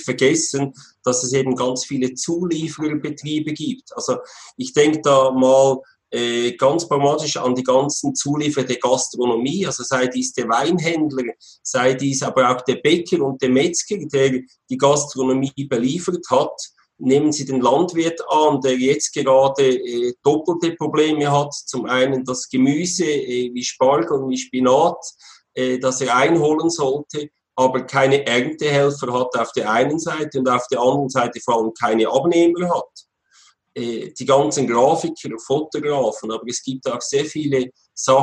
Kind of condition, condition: link, video call